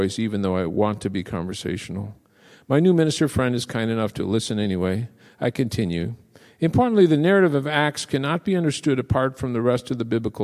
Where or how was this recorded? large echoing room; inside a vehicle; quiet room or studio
large echoing room